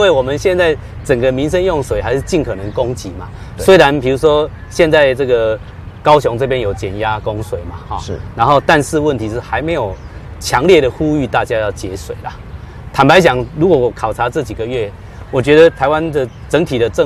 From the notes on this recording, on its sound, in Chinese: 雲林古坑乾旱現場